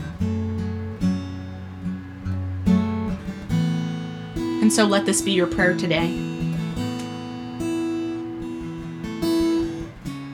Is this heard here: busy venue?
no